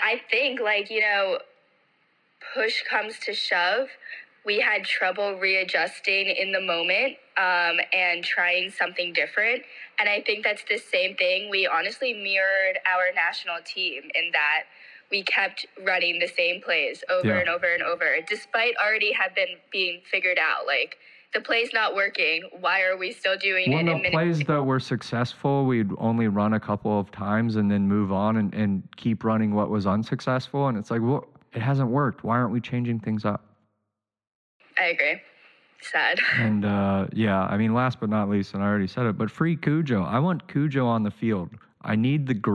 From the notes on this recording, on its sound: We have a first episode doing a call in set up